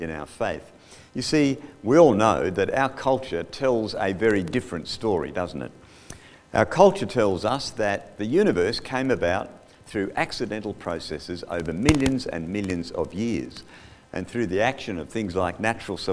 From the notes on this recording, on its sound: Audio recorded live at The King's Way Christian Fellowship, Wantirna, Melbourne, Australia.